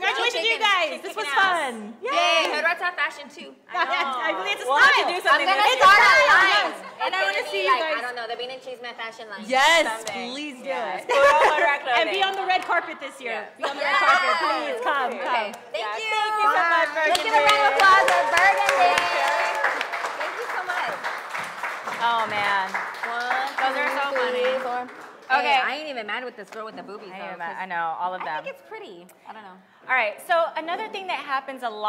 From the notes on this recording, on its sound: With our LIVE audience from Jokesters Pub N Grub.